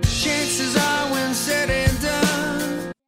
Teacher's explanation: Chances 和 are 连读，chancesare。Said 和 and 连读